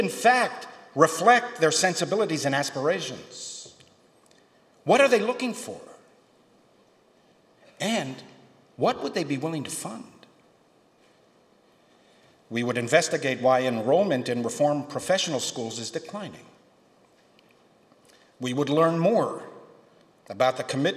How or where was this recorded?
live audience